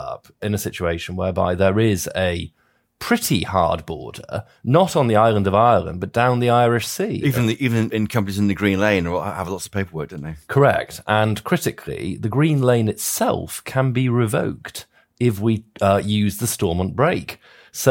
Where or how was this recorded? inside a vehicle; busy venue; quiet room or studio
quiet room or studio